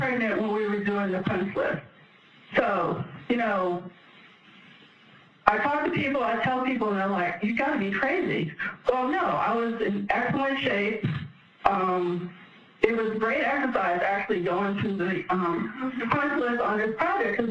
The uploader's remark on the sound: The audio was taken from a 2013 presentation she did for the Women in Architecture Lecture Series.